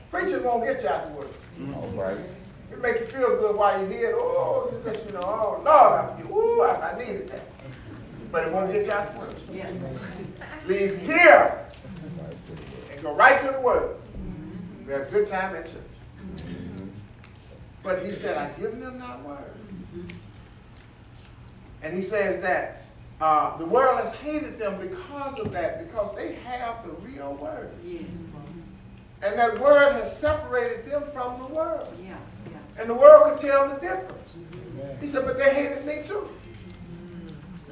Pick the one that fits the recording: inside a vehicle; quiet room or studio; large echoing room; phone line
large echoing room